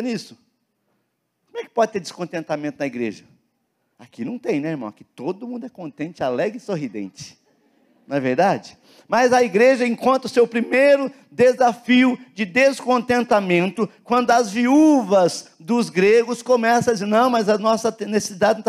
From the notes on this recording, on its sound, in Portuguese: na Igreja ABA Curitiba (Transmitido ao vivo)